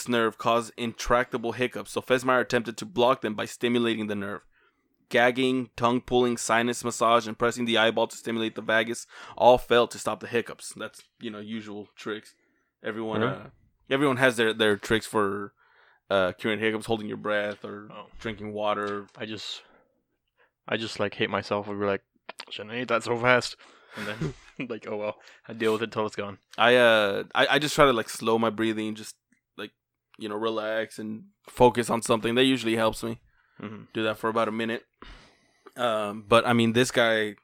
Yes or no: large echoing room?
no